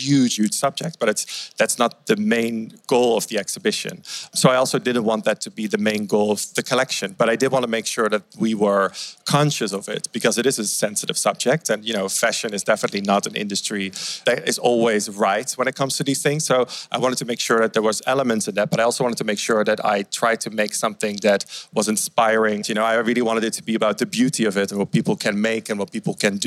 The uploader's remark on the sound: For its first-ever live episode, recorded at the 2020 Armory Show, the Art Angle brought on couture wunderkind.